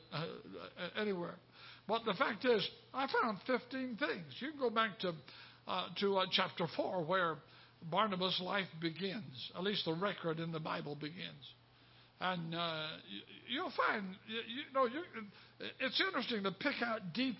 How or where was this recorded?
large echoing room